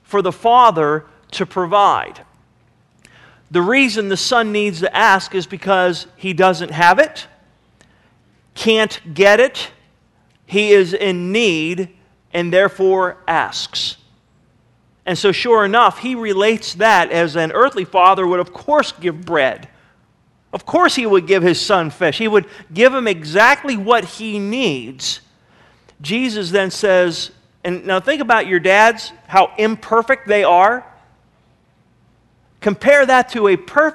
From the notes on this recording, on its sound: Sermon was recorded June 21, 2009 at Northside Baptist Church of Elkhart, Indiana.